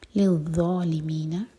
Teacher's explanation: ذا کے لیے ہماری جو زبان ہے اوپر والے دانت پر ٹچ ہوگی، تھوڑی ٹپار ہوگی اور منہ بھر کر پڑھیں گے.